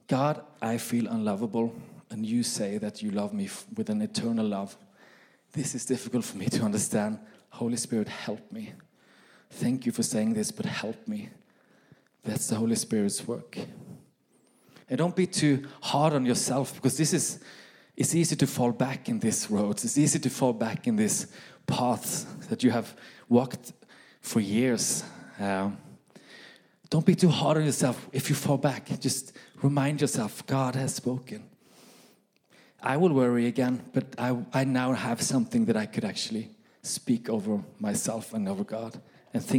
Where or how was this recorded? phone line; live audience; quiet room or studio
live audience